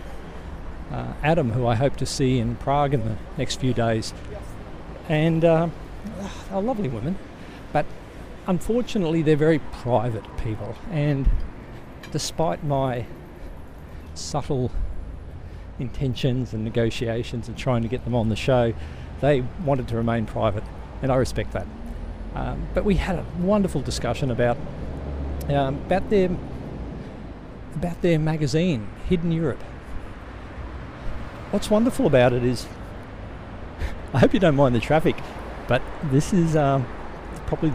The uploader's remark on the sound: Here is another of my personal raves recorded while walking home through Potsdamer Platz.